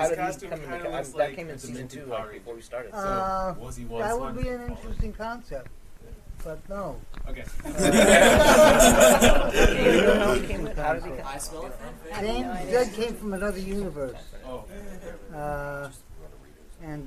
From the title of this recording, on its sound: Power Rangers Press Panel at Anime Central 2008